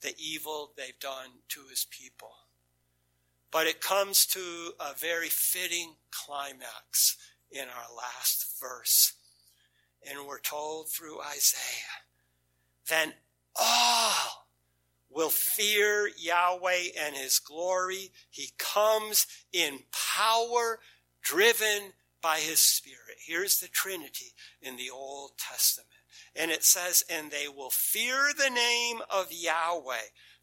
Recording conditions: large echoing room